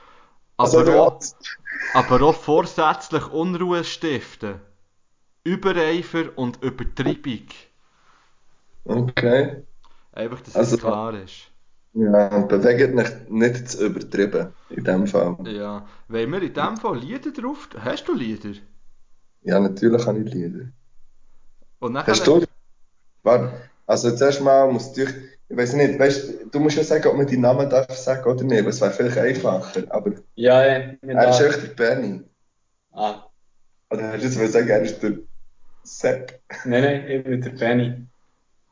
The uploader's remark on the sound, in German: Deshalb nehmen wir diese Jubiläumsfolge via Skype auf. Die Soundqualität ist noch nicht top.